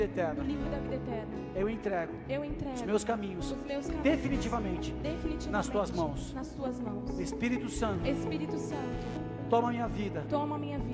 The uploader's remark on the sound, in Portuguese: Áudio extraído do culto do dia 09 de Julho de 2023.